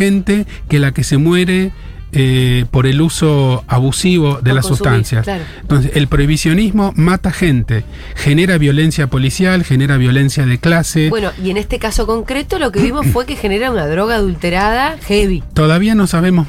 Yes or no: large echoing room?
no